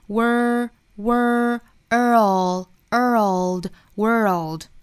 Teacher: 这个 world 卷舌 er 再去找舌侧音